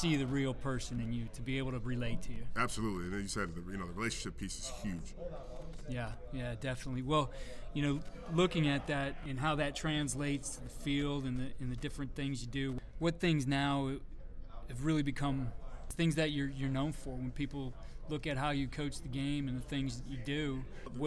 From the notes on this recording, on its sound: This episode was originally recorded at the New York State High School Football Coaches Association Clinic.